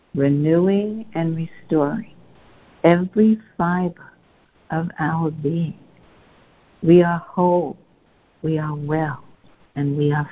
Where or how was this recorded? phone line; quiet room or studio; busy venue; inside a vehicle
phone line